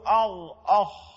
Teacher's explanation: الغين والخاء من مخرج واحد من منطقة أدنى الحلق